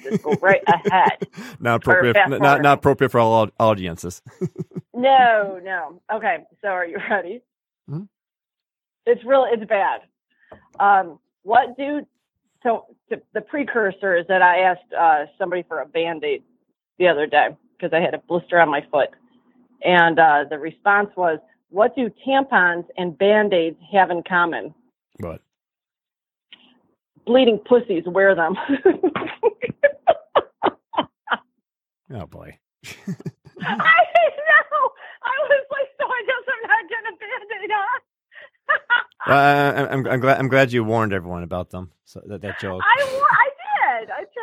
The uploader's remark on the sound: doing the show remotely via telephone